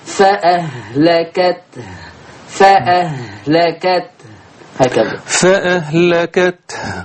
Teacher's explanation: أنا مطلوب مني أبرز وأبين حرف التاء ثم أبرز وأبين حرف الهاء الهاء الحلقية وما فيها من همس ورخاوة